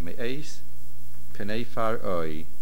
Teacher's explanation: The pause is after may ace.